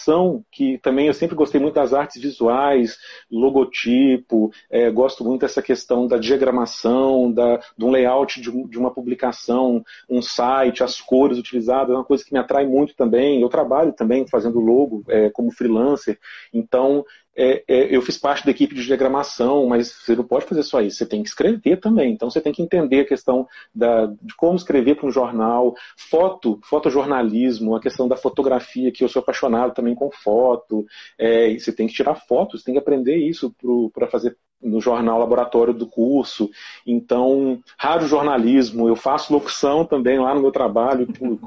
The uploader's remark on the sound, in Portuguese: numa live do instagram